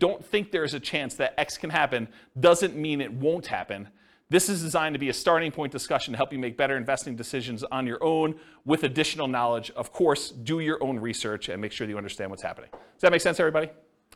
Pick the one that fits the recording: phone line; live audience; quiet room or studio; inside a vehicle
live audience